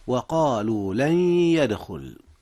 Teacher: إدغام بغنة، حيث أدغم نون لن في ياء يدخل، ولا بد من الغنة بحيث يعطى كل حرف من الحرفين 50% فحسب من مخرجه.